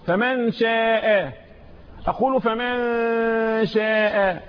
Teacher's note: نطق إخفاء، إخفاء النون عند حرف الشين، إذن الشين من حروف الإخفاء.